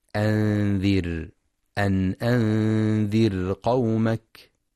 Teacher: وينتبه لترقيق راء أنذر لأنها ساكنة وما قبلها مكسور